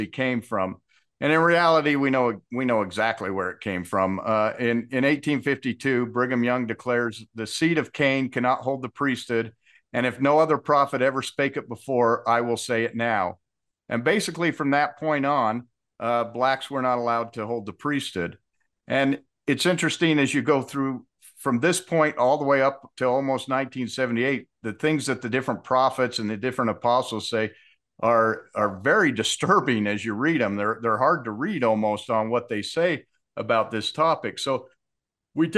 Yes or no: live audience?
no